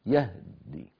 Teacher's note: من العرب من يلفظها كذلك على صعوبتها، يهدي يعني بدال بهاء ساكنة ودال مشددة يهدي. ومن العرب من يفتح الهاء قليلا ليتخلص من اجتماع الساكنين فقول يهدي، يهدي يعني فتحة ناقصة بسموه اختلاس يهدي. · Term: اجتماع ساكنين